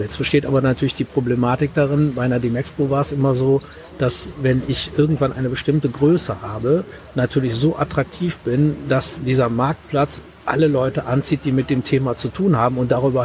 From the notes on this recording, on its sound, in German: Der Podcast wurde im März 2019 auf dem Next Act Event aufgenommen. Der Podcast wurde im März 2019 auf dem Next Act Event aufgenommen.